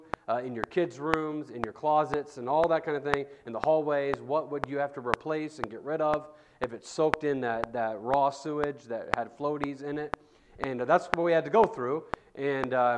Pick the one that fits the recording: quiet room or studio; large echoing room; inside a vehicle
large echoing room